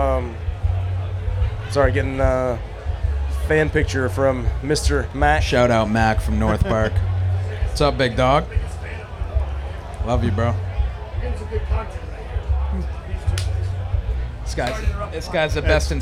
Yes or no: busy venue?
yes